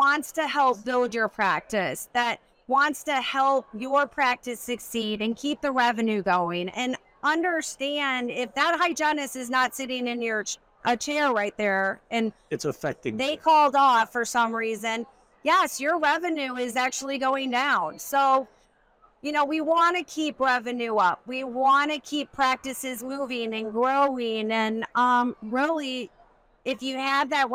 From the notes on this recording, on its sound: live from the Hinman Dental Congress